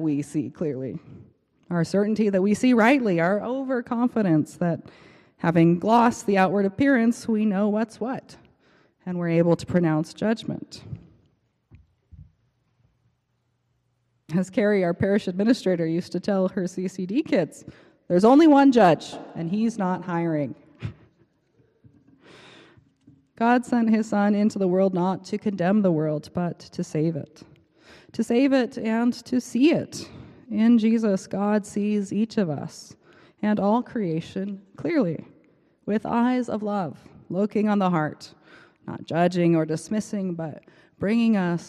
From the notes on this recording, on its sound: Preached on March 19 2023 at the Cathedral Church of St. Mark in Salt Lake City.